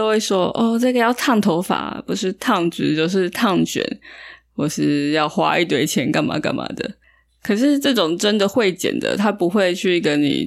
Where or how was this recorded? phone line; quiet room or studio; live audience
quiet room or studio